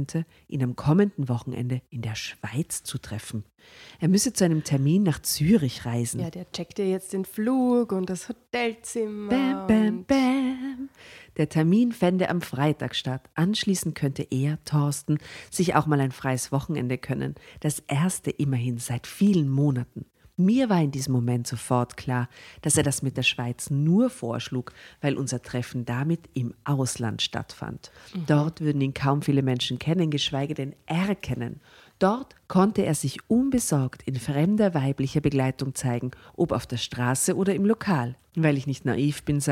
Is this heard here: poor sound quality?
no